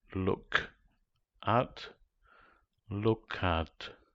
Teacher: Instead of look at with the focus on k, the emphasis remains a little longer on the vowel sound u.